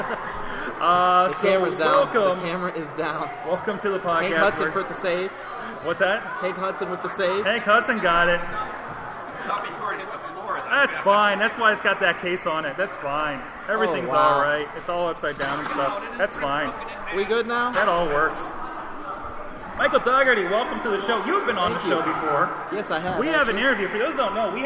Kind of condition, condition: setting, busy venue